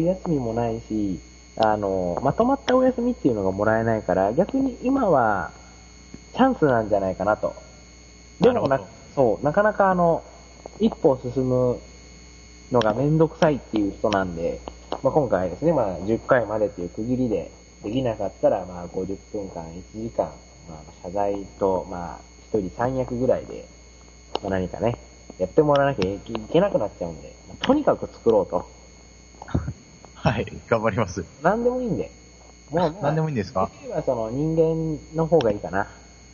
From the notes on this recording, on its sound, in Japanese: 今回、マイクのせいでかなりノイズが入っていたり電波の関係で音が飛んでしまったりととんでもない仕上がりとなっております